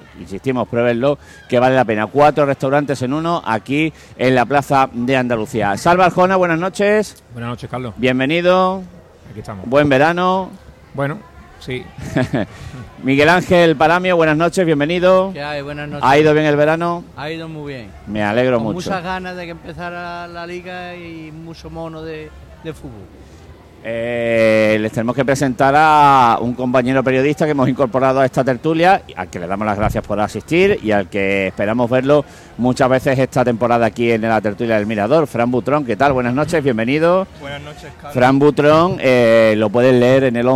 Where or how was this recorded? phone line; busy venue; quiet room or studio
busy venue